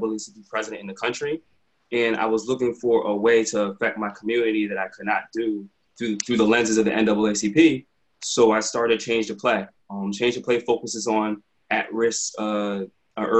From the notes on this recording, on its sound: Virtual Quadcast. Sits down virtually.